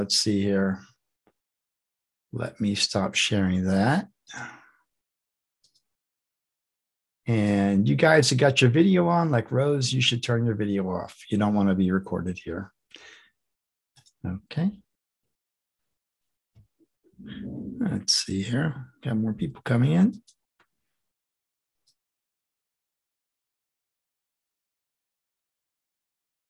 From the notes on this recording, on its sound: The shows are now all hosted on Zoom.